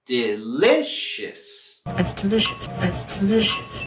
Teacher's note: vamos a subir la entonación en la segunda sílaba